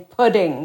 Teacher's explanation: we hear the kids saying pudding with the flap